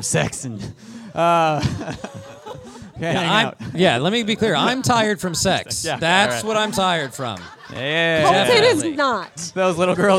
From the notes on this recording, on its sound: at The Back Pew's first ever LIVE show!